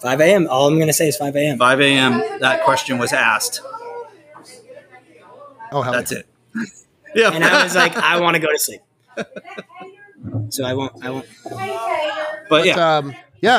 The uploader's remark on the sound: Half Live From Liars Bench